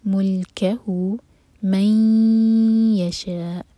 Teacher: جب ادغام کریں تو دو سیکنڈس کا ٹائم ضرور دیں، یہ ہے ادغام غنہ کے ساتھ اور حمزہ پر رکیں گے.